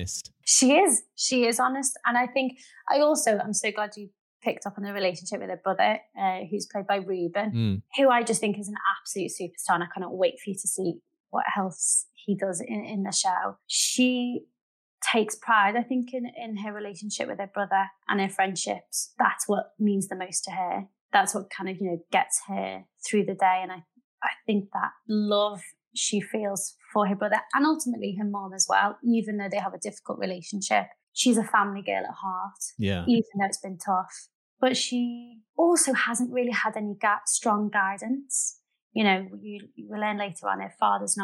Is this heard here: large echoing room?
no